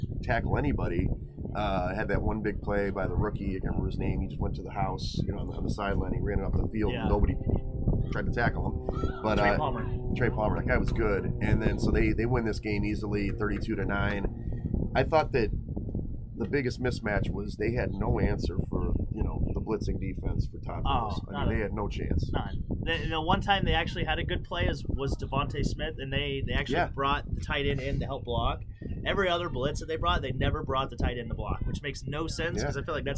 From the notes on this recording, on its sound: Live from Gulfport. On the beach.